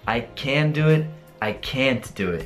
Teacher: spesso non si sente nemmeno la T alla fine di can't